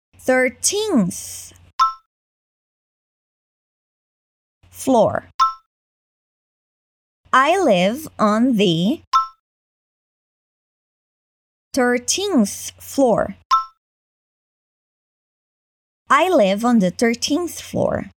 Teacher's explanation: a gente tem que fazer aquele soprinho de ar com a língua entre os dentes quando chegar no fim da palavra, ok? 13th.